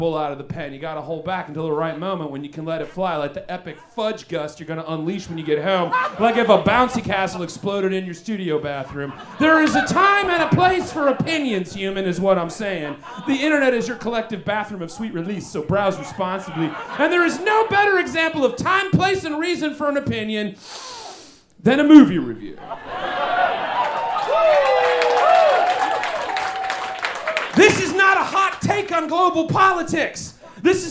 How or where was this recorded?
busy venue